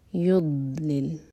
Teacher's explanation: ضاد ساکن پر جھٹکا نہ ہو